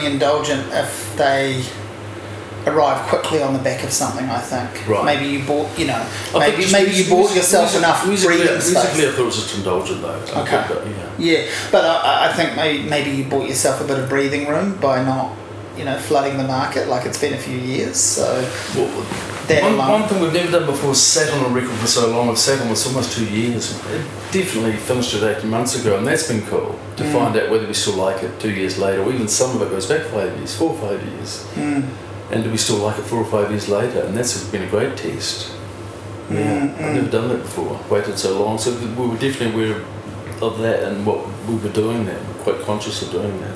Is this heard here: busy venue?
yes